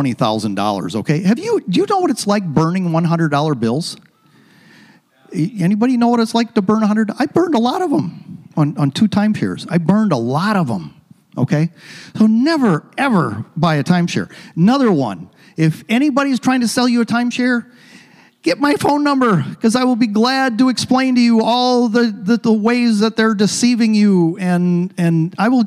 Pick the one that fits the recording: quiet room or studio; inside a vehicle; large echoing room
large echoing room